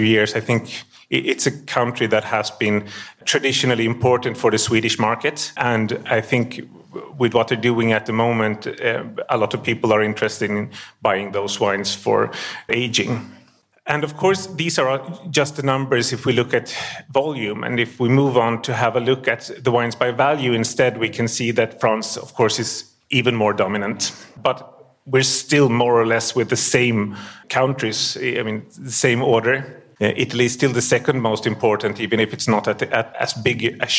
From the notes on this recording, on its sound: Wine2wine Business Forum 2023. Recorded during the Forum held in Verona in November 2023. Wine2wine Business Forum is an international wine business event, held annually in Verona, Italy since 2014.